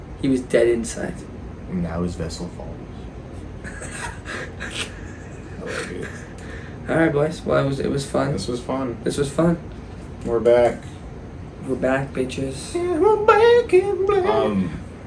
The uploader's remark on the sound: Sound is scuffed because we forgot to turn on the mics but tbh its good enough